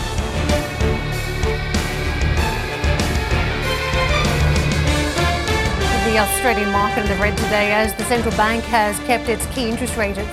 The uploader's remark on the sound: We are live at ADIPEC in Abu Dhabi